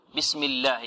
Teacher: اللام لا تفخم هنا قبلها مكسورة